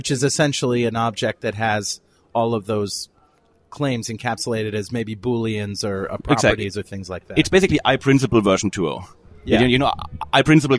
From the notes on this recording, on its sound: While at the Norwegian Developers Conference in Oslo